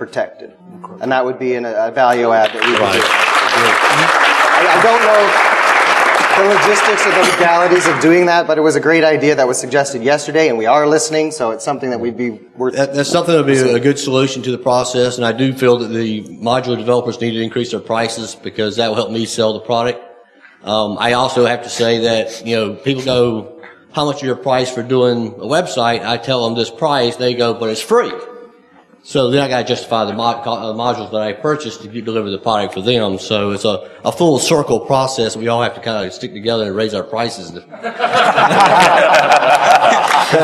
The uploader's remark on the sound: Interview members of the Dot Net Nuke corporation and their partners in front of a live audience at the Connections conference in Las Vegas November, 2007.